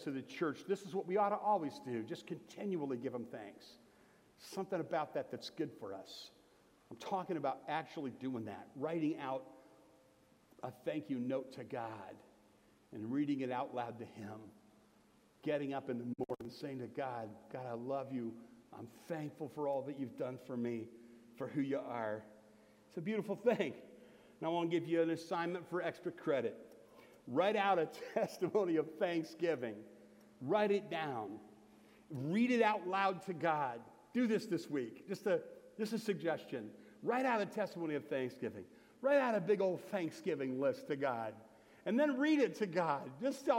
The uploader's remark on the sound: Sermon from Bethel Church in Jackson, Michigan on November 19, 2017. Here is the audio version of my Thanksgiving sermon from Bethel Church in Jackson, Michigan.